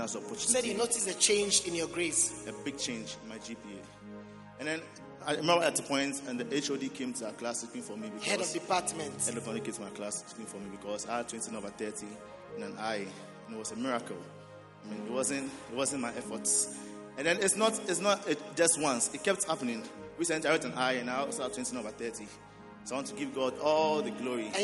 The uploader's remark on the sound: Preached at the Prophetic Encounter Service.